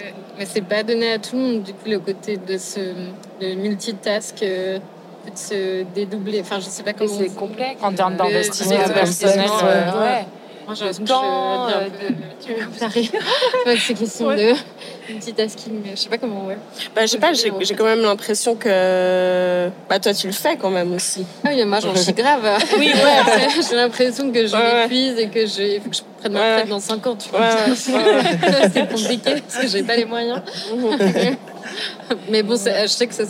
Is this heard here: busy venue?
yes